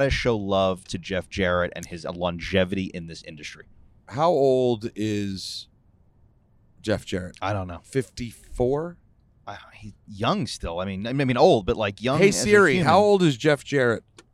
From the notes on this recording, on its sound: Live from the car on the smooth road to Montreal for the Elimination Chamber.